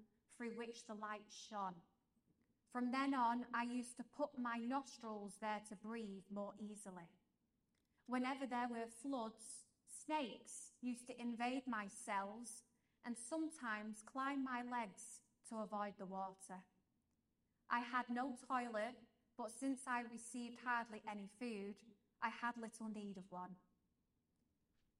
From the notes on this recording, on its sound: This episode is a live-talk that was given to young adults